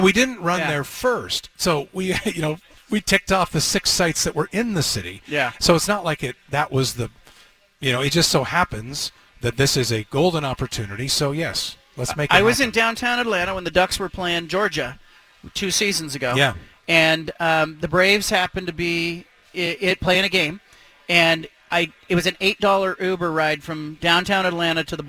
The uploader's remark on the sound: at the BFT live broadcast from Killer Burger in West Linn